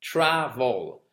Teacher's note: On accentue, comme je vous le disais, la première syllabe.